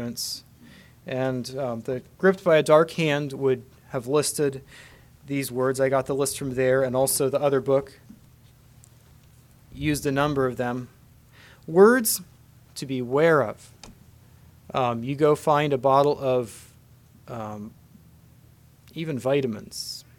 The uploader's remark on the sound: Message preached at Word of Hope